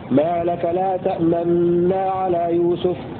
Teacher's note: ما لك لا تأمنا على يوسف هكذا وأضغم البعض الآخر عنهم النون الأولى في النون الثانية مع الإشمام أي ضم الشفتين حالة الإدغام والغنة التي توجد بإدغام النون الأولى في الثانية